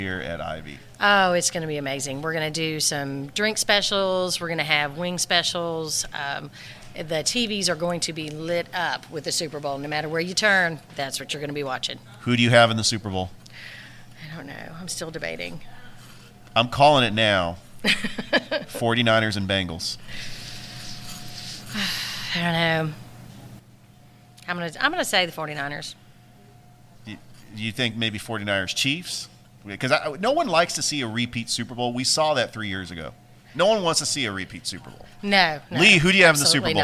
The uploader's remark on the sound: Live from Ivy Park Sports Bar and Grill